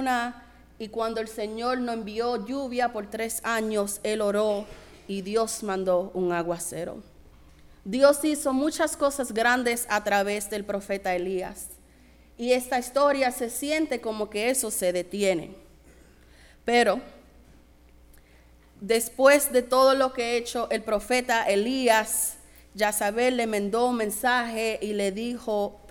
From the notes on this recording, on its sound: Sermon preached at RCHP on June 25, 2023.